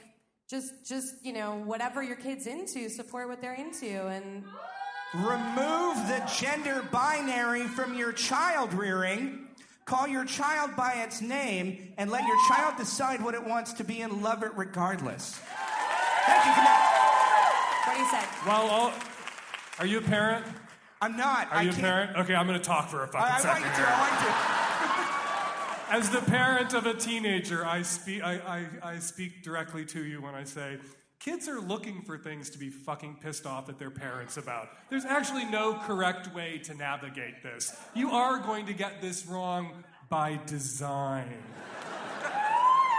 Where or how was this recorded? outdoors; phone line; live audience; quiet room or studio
live audience